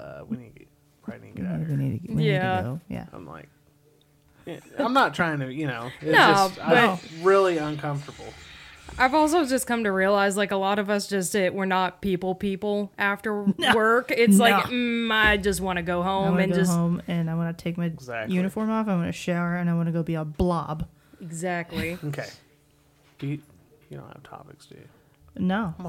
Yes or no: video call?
no